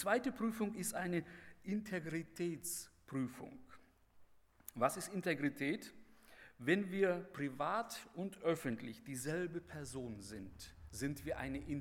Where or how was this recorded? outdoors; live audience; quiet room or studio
live audience